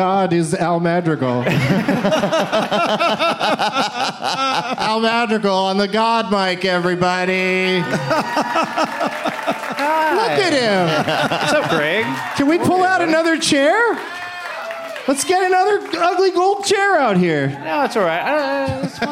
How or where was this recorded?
live audience